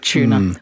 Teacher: What we do is merge that U with the T and becomes a ch